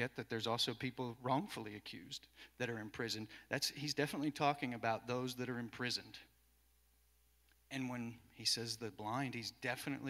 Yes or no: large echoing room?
yes